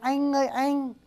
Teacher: người Bắc thật ra đọc là anh, họ đọc là e anh ơi anh, chữ e không phải chữ a.